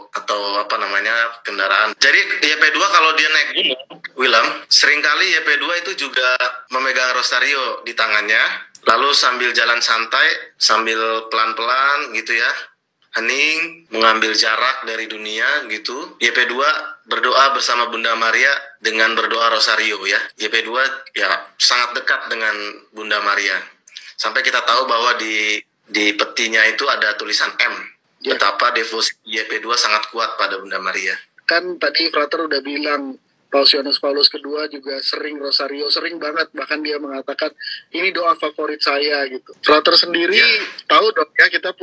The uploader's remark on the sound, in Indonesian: Adaptasi dari obrolan di Live Instagram Mei 2020